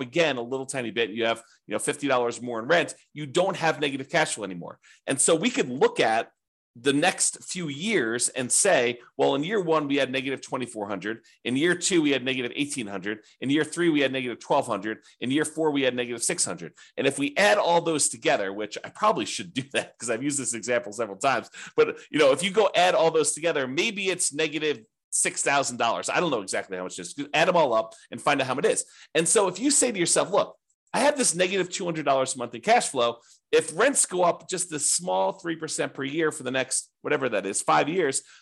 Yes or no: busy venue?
no